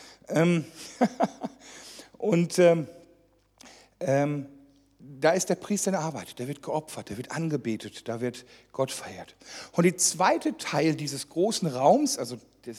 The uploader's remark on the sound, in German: die während einer Jugendmitarbeiterschulung aufgezeichnet wurde